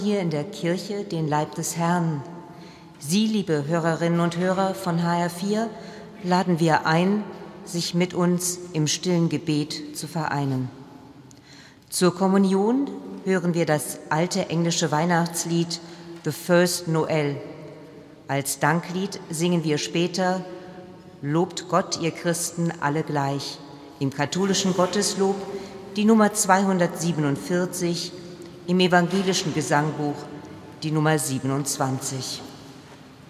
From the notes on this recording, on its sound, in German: Aus der Pfarrkirche Sankt Bonifatius in Frankfurt-Sachsenhausen übertrug hr4 live den katholischen Feiertagsgottesdienst am ersten Weihnachtsfeiertag. Gemeinde und Chor singen bekannte Weihnachtslieder.